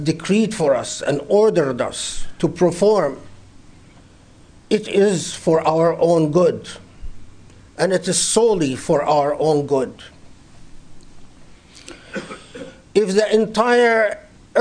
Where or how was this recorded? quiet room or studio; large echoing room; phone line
large echoing room